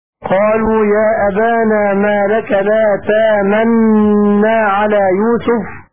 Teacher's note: بإدغام النون الأولى في الثانية إدغاما محضا بلا روم ولا إشمام